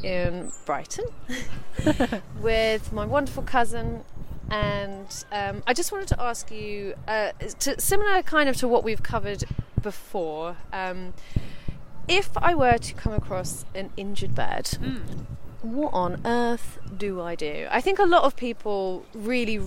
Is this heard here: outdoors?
yes